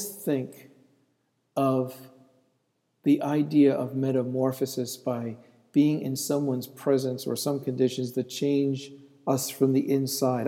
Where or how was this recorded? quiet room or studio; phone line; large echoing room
large echoing room